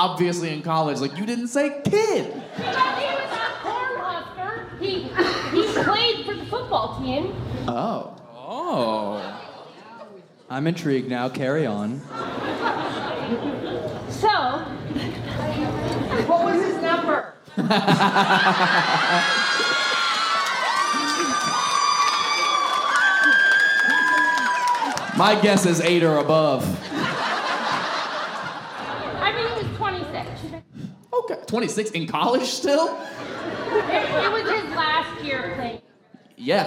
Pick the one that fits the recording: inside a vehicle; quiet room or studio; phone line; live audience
live audience